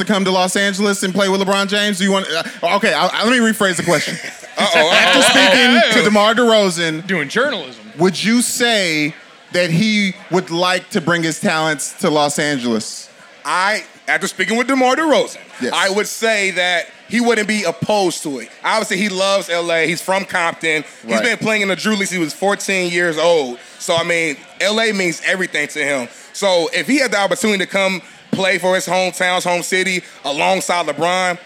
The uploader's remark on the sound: Podcasting on the road! Are in Los Angeles for a live show at MLB All-Star Weekend.